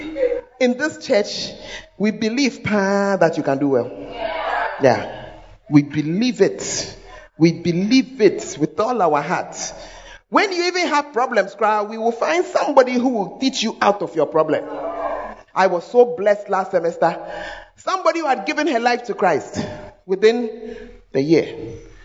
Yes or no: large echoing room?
yes